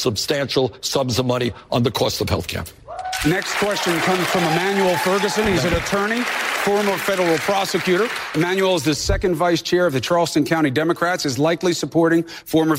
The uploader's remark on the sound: live town hall